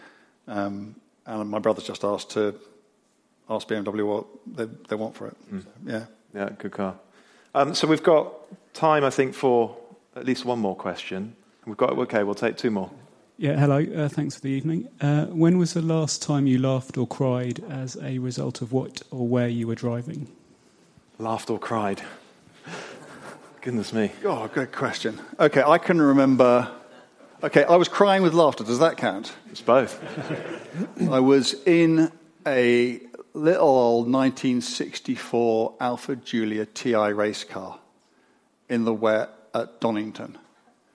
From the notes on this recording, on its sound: Live from Henry's Car Barn. Questions from the live podcast audience.